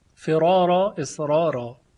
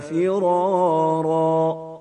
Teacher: در این موارد به هیچ وجهی و تحت هیچ شرایطی ورش را رو ترقیق نمی کنه. پس هر دو را با هم تفخیم میشن به لحاظ رعایت تعادل در کلمه.